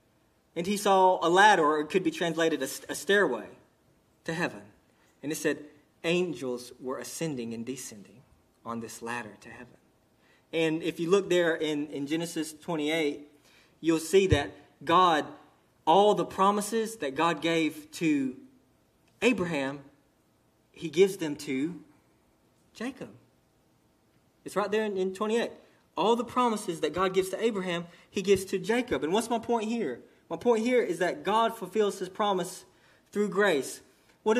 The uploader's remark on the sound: sermon delivered to Cottondale Baptist Church in Eastman, GA on 9/30/18 during the 11am service